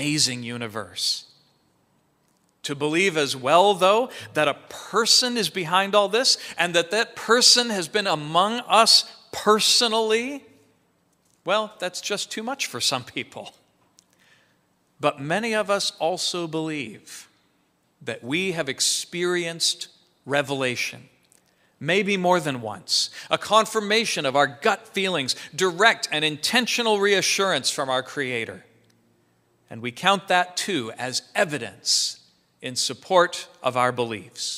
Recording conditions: large echoing room